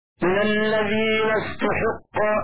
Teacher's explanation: بضم التاء وكسر الحاء قراءة غير حفص